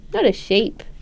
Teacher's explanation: So first of all, we hear higher pitched, as we already described, but also a greater pitch range. So she's doing an up and down pattern with her intonation. She's also producing clear sound, so we can hear that instead of saying sheep, she's saying sheep, so it is clearer for the baby that the sound is E.